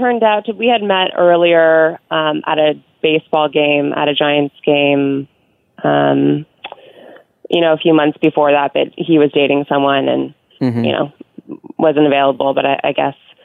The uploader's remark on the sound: Has a phone conversation with a listener.